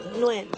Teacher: So it's Win with a little N in the beginning.